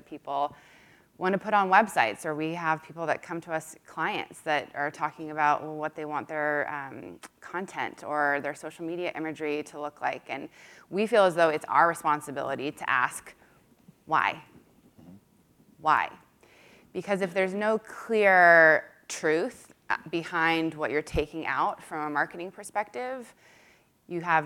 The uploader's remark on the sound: In front of a live audience at BNY Mellon Pershing.